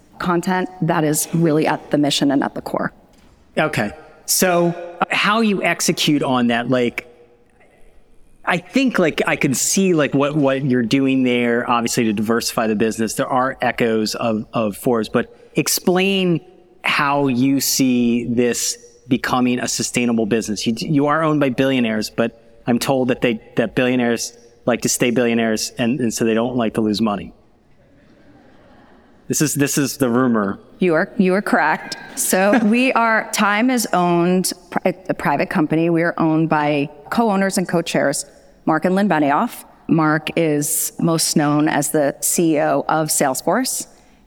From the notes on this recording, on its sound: Last week, I was in Chicago to attend the Omeda OX6 conference, where I recorded a live version of The Rebooting Show podcast.